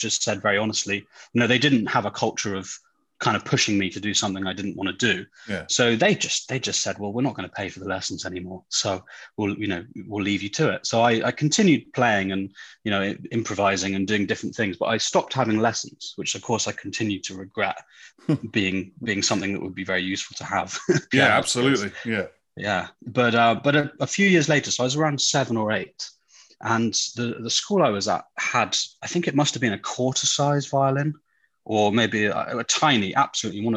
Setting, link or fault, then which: link, video call